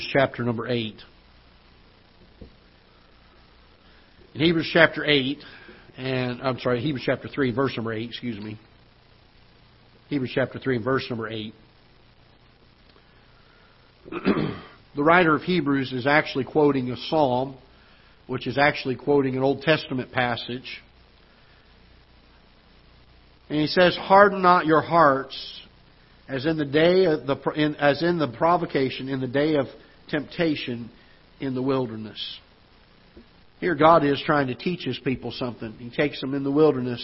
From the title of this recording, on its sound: Ketha Heights Baptist Church ~ Live Broadcast